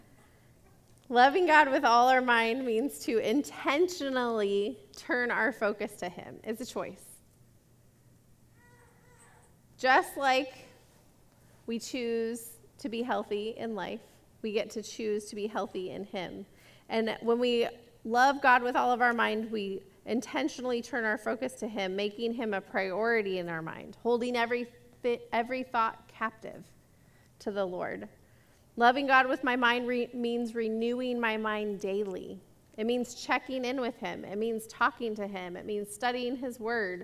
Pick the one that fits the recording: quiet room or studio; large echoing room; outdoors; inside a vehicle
large echoing room